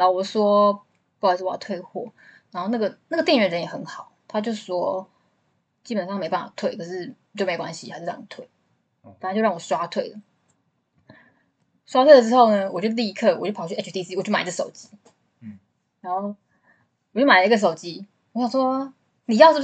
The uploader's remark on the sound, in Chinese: 音質很差，建議戴耳機收聽。